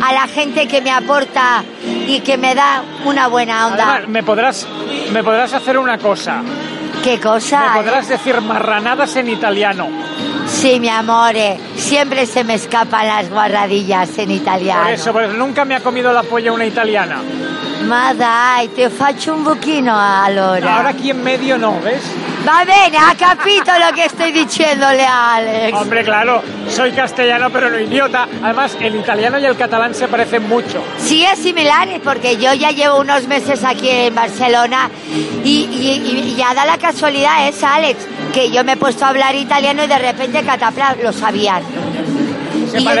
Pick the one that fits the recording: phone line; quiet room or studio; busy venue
busy venue